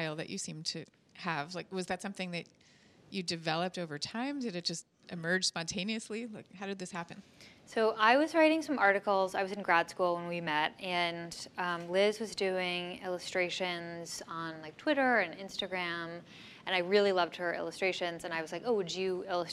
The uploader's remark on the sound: Next Big Idea Club event audio.